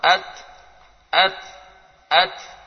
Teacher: Al-hams. Keluar nafas. Wasiddah, tertahan suara. At, at, at.